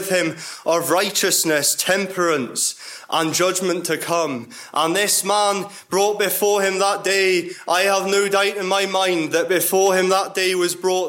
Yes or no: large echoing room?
yes